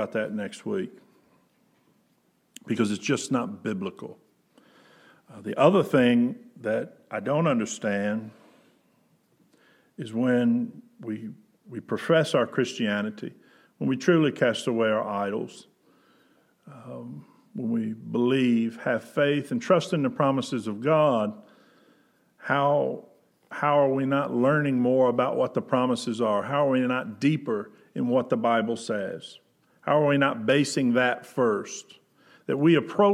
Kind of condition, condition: setting, large echoing room